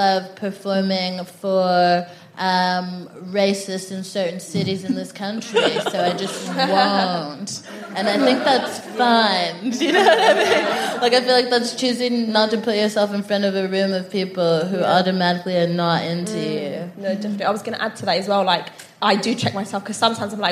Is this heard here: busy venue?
yes